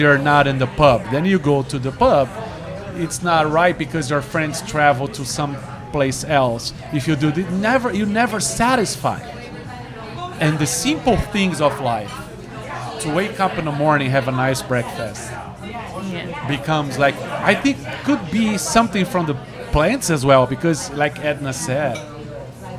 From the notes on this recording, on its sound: We recorded this podcast 100% on the fly. The restaurant turned into a podcast studio so please bare with me if the audio is not up to usual standard.